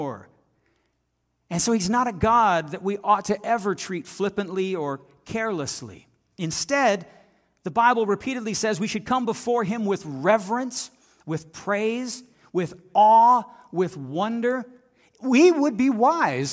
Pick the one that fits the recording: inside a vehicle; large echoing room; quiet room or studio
large echoing room